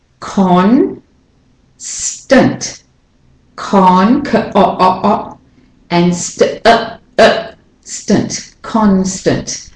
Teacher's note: So this is a stressed syllable. And the a in tant becomes the schwa. So it's not tant, but tant.